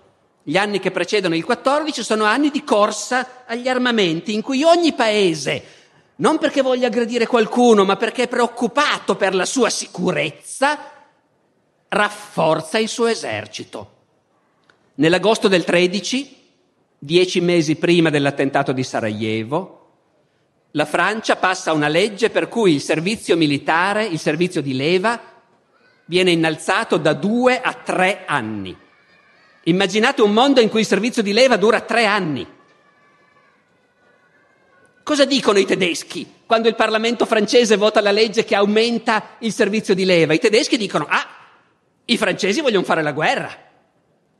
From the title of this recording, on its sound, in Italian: Festival della Mente, 2014